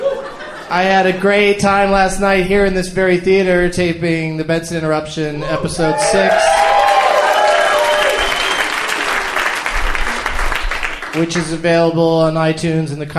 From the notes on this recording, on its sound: Recorded live at the Mayne Stage in Chicago, Illinois.